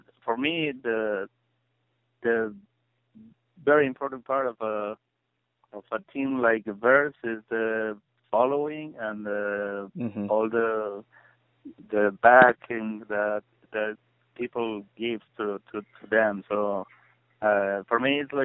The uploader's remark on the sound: conducted a phone interview